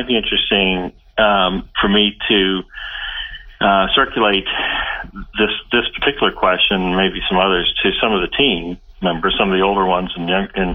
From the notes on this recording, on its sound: chat over the phone